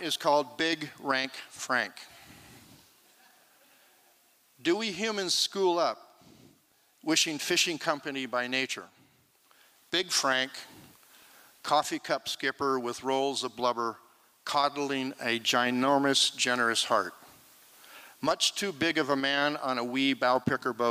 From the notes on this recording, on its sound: 2023 FPG-Liberty Theatre-Saturday Night-Fourth Set. This recording was made on Saturday, February 25th, 2023, at the Liberty Theatre in Astoria, OR as part of the FisherPoetry Archive Project.